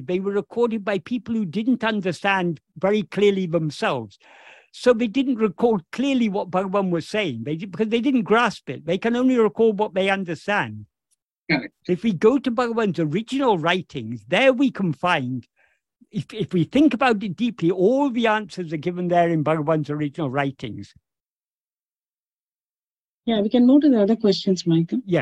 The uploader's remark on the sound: In a Zoom meeting with Boston Ramana Satsang on 22nd July 2023